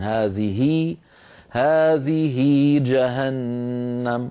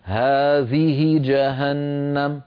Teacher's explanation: هذه الهاء عاملتها العرب معاملة هاء الضمير يعني إن وقعت هذه بين متحركين فكانت العرب تشبع كسرتها يقولون هذه هذه جهنم ولا يقولون هذه جهنم لا يقولونها مكسورة فقط بل يشبعون كسرتها حتى يتولد منها ياء لفظية · Shown in: first take